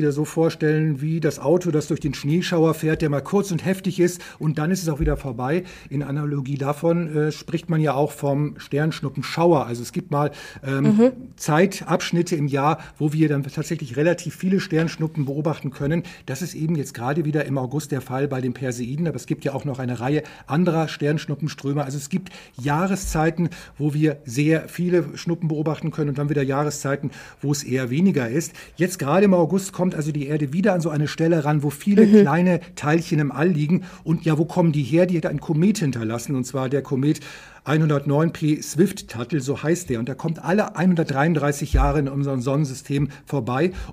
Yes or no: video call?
no